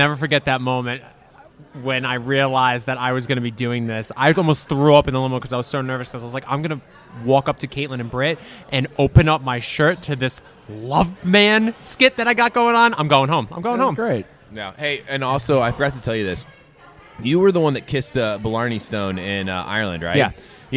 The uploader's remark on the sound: We’re live from the Planet Hollywood Hotel in Las Vegas!